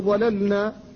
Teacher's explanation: فاللام ساكنة قبل النون وهما متقاربان في المخرج، فلا بد من فكها حتى لا يقع الادغام · Term: الفك